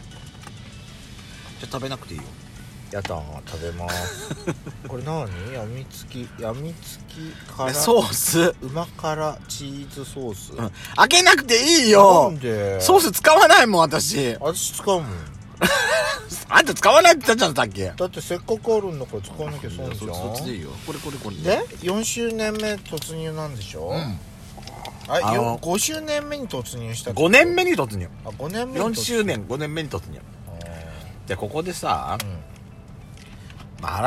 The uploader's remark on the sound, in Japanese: パーキング収録。